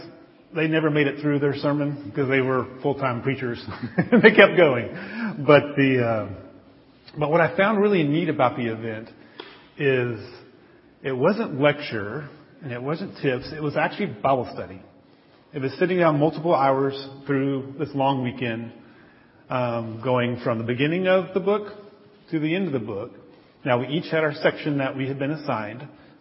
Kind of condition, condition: setting, large echoing room